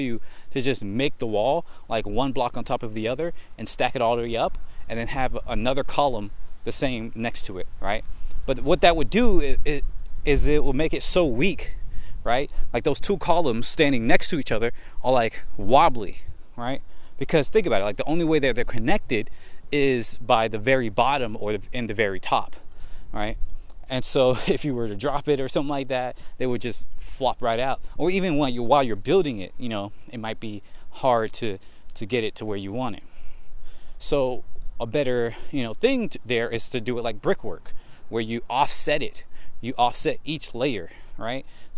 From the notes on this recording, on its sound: Today I just walk and talk